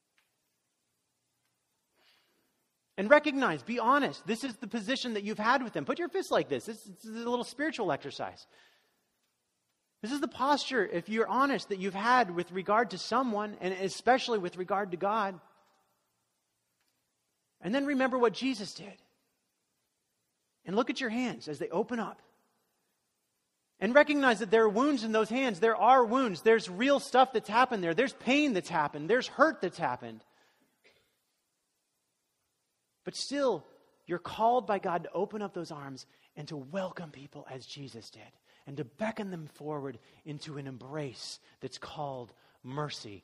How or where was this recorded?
large echoing room